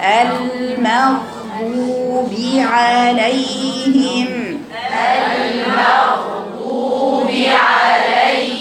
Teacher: يعني ايه الرخاوه؟ يعني جريان الصوت عند قراءة الحرف بيظهر جدا في الغين الساكنة